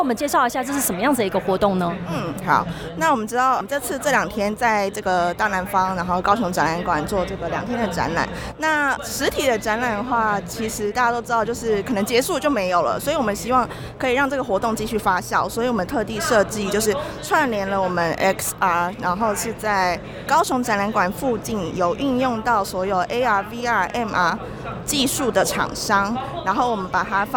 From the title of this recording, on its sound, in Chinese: XR Express Taiwan現場突擊